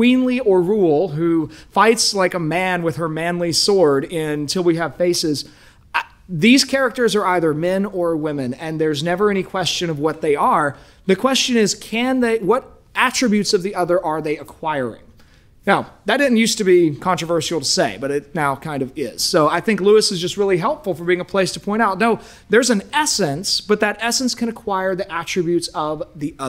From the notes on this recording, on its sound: delivered this talk at the 2023 Thales Press Classical Summit